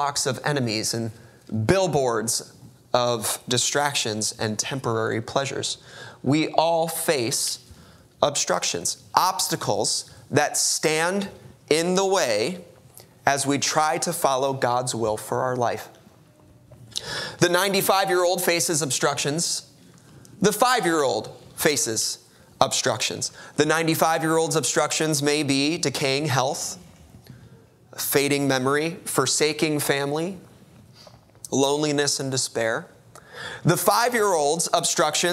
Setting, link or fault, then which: setting, large echoing room